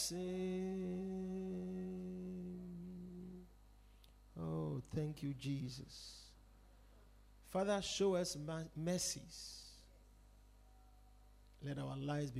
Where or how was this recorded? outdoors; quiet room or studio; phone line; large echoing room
large echoing room